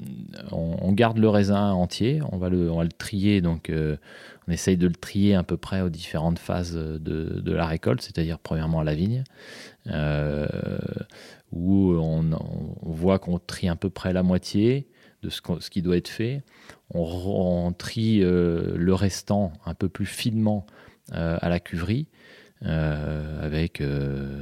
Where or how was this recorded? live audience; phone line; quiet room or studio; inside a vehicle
quiet room or studio